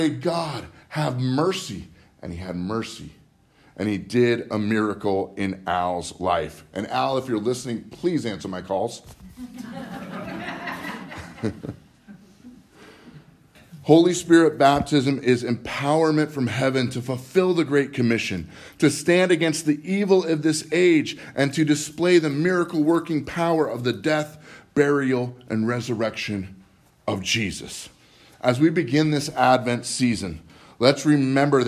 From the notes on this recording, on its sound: Live from Living Word Lutheran